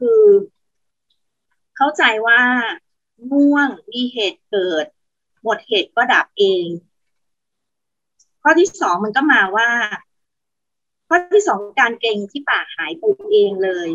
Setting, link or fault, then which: link, video call